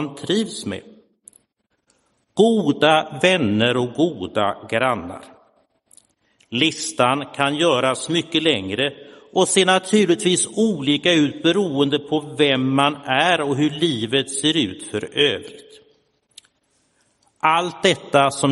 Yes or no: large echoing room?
yes